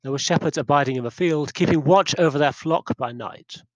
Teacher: It's the word flock gets the highest note, and that seems to be the natural point of highest interest in the sentence, if it's spoken in a way that is meant to keep the listener interested.